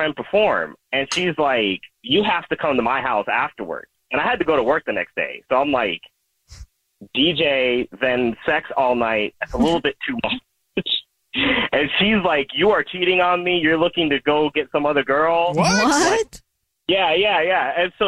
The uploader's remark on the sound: The guy on the phone